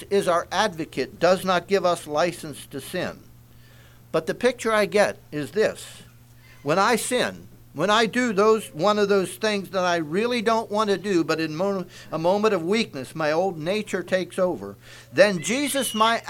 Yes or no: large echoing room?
yes